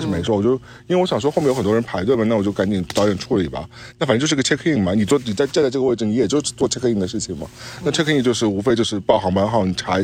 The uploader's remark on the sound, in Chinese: 本期为室外星夜下炉火边录音